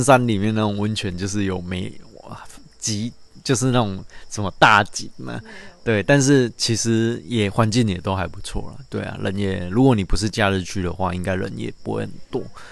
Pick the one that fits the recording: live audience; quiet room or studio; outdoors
outdoors